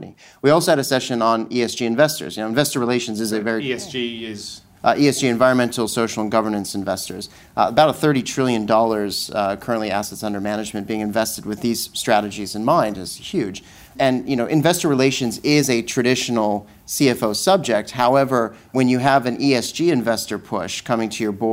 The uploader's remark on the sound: Today’s podcast was recorded at our 2019 CFO Forum